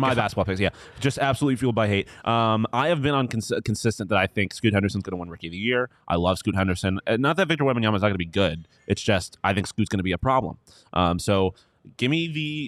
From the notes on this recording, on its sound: Live from the BetMGM Sportsbook at State Farm Stadium